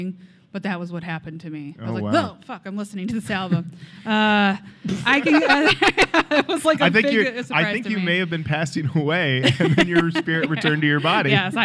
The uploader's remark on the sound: Live at Snow Day 2019